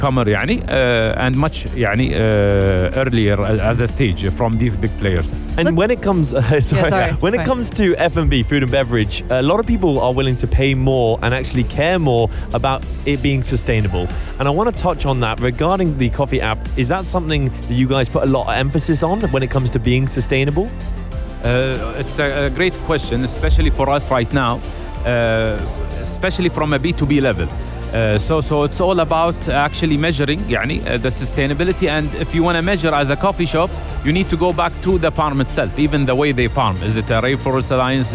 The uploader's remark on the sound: Live from SEF 2024